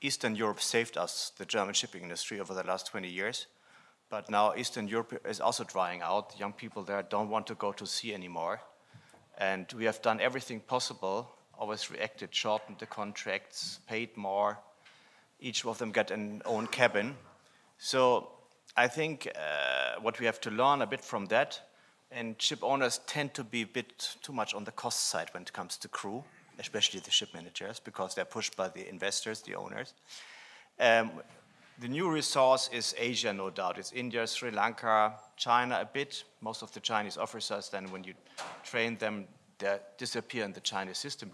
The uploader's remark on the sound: PANEL at the 3rd Annual Capital Link German Maritime Forum, Hamburg, Germany. At the Radisson Blu Hotel in Hamburg, Germany.